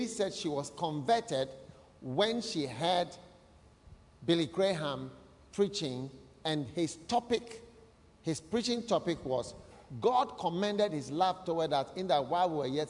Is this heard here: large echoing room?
yes